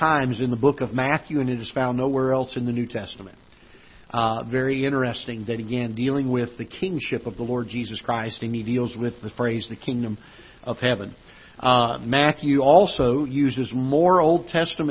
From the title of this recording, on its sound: Ketha Heights Baptist Church ~ Live Broadcast